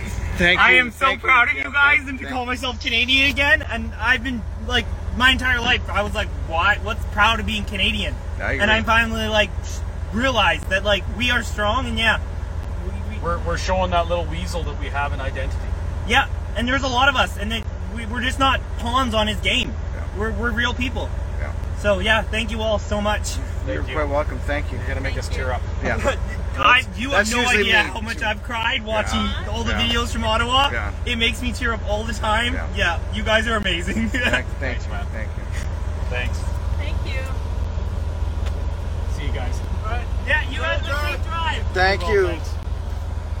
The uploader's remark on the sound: There’s a press conference in Ottawa. One of our reporters on the streets of Ottawa while we continue driving back to Alberta. We meet some convoy supporters in Manitoba and Saskatchewan.